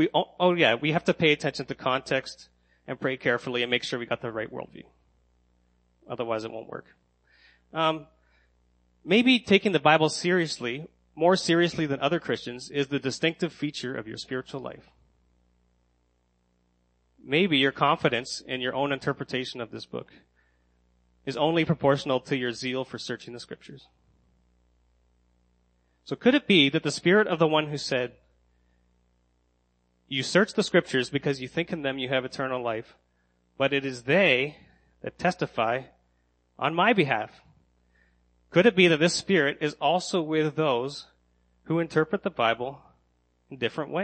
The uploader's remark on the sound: Sermon that I gave at Next Church in Kingston.